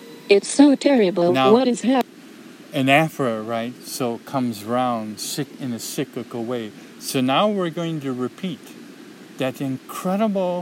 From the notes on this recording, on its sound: A streamside nature walk. RECORDED at HEARTBREAK MEADOW.